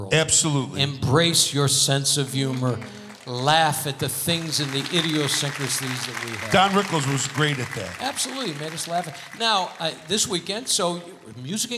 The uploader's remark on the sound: Live at the SouthPoint Casino